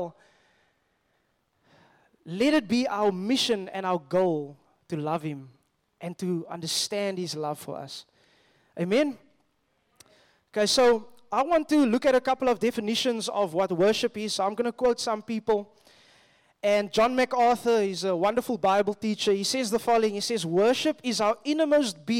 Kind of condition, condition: setting, live audience